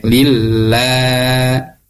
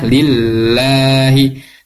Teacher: lahnya ini tarkik tipis dan dibacanya panjang · Shown in: second take · Tadi yang saya dengar itu pembacanya pendek, lillah.